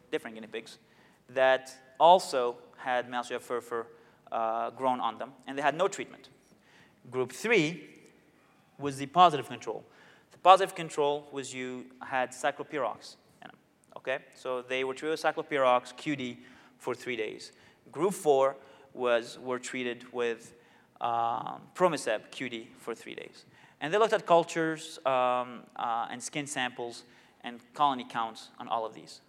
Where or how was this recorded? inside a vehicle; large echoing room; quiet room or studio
large echoing room